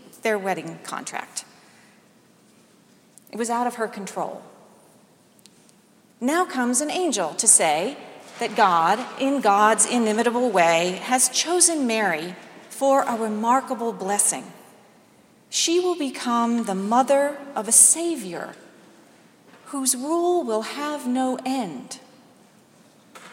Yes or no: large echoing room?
yes